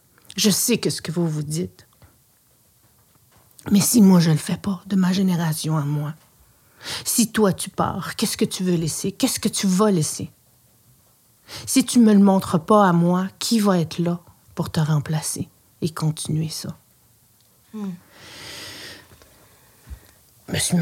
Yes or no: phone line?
no